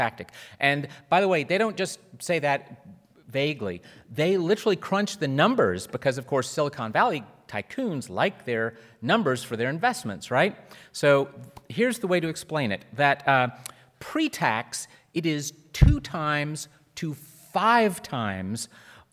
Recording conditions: live audience